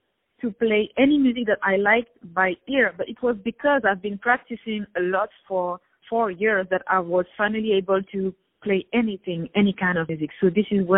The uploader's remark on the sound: On the phone